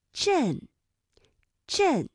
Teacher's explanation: 音的舌位唇位是有变化的，比如说像震震，它的元音呢就是从呃到 N 快速转换的一个状态